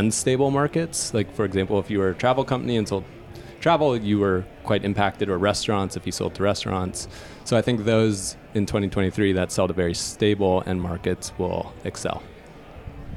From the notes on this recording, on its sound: Predictions for 2023: Live from Money20/20. In this live episode. In the spirit of Las Vegas and the game night event this was recorded.